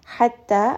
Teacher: Make sure you are emphasizing that kind of stop. Hatta, ha from the middle of the throat. Hatta is a two-count med.